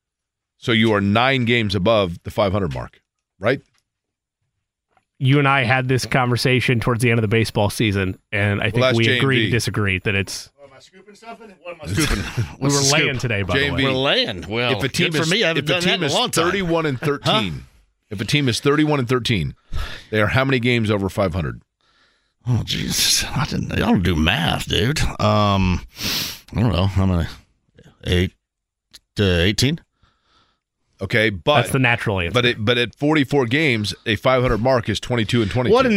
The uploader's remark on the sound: having listeners call into the show